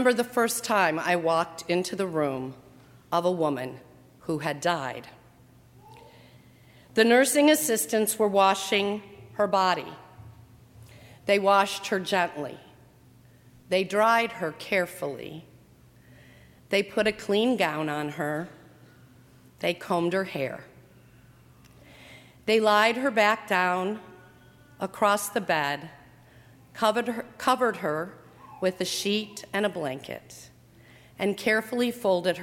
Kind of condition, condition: setting, large echoing room